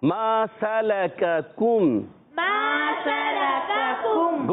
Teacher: پہلے والے کاف پر زبر ہے، ہونٹ گول نہیں کریں گے، مگر اگلے والے کاف پر پیش آنے کی وجہ سے ہونٹ گول ہو جائیں گے